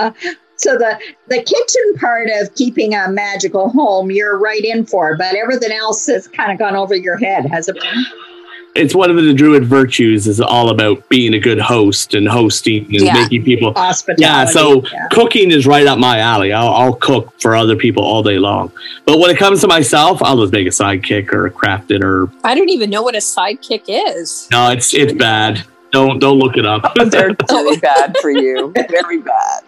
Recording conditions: video call